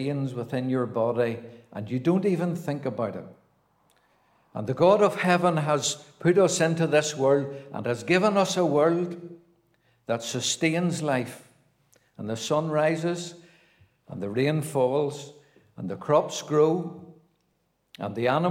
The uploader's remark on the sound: a Gospel Audio Recording from Ballyclare Gospel Hall